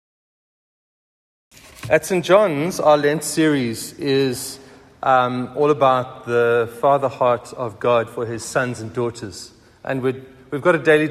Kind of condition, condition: setting, large echoing room